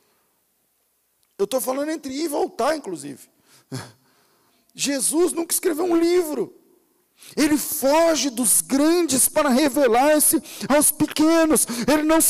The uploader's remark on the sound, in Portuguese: Culto ao vivo.